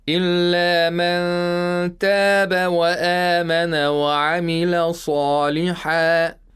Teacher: we make the tongue approach the place of articulation of ta without pronouncing the noon. It is held in a position where it's really close to touching the place of articulation of ta, but not touching. · Term: ikhfa